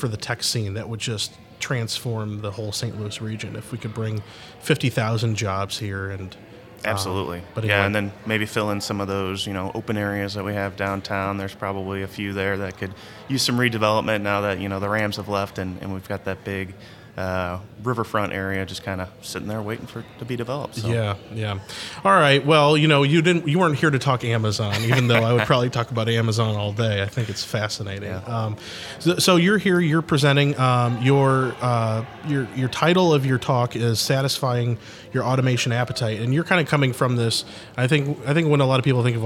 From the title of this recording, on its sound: Live From Agile Midwest